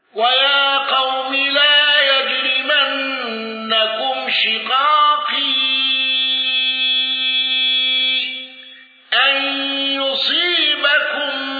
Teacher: خلف عن حمزة بالسكت على المد المنفصل وترك الغنة